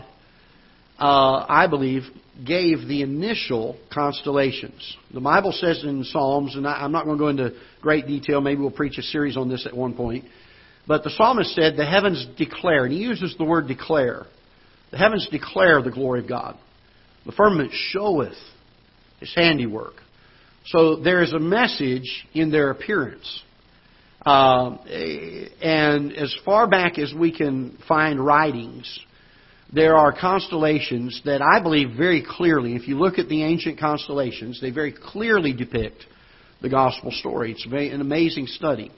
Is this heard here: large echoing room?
yes